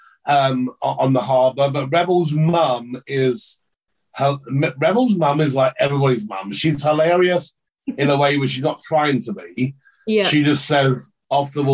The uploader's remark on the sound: our zoom interview